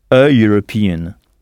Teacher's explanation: le mot European commence bien par une voyelle, par un E, mais le son initial est celui d'une consonne, U. Donc, on emploie e et non an devant le mot.